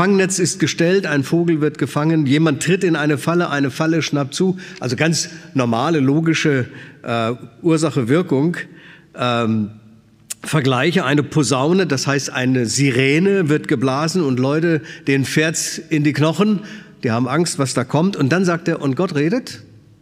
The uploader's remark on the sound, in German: aus dem Schwarzbrot-Gottesdienst der Missionsberg-Gemeinde